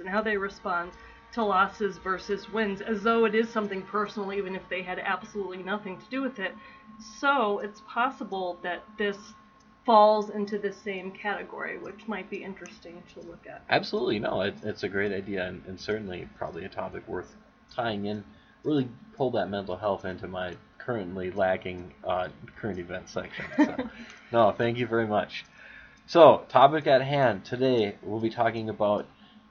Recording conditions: poor sound quality